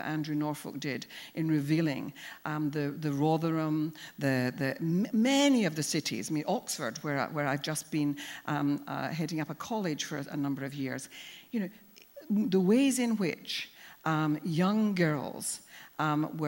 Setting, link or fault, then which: setting, live audience